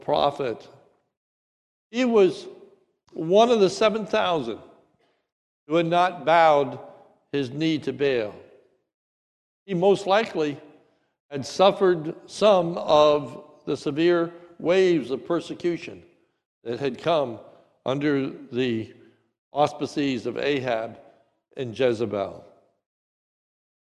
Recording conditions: large echoing room